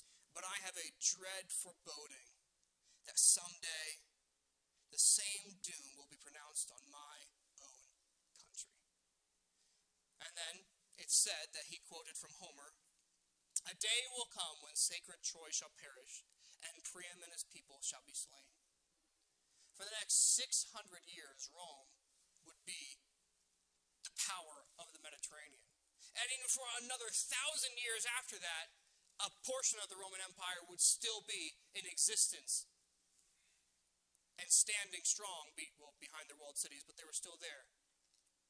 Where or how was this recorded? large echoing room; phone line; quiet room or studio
large echoing room